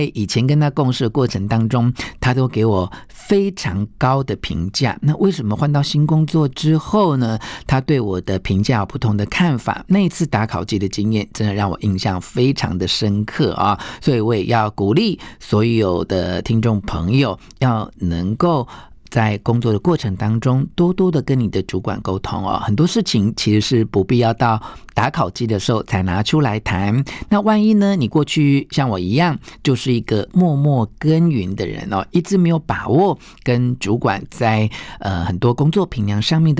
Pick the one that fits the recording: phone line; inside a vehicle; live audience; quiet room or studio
quiet room or studio